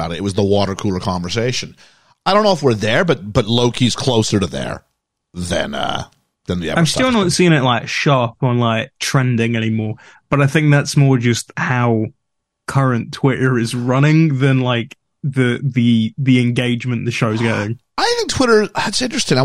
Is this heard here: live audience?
no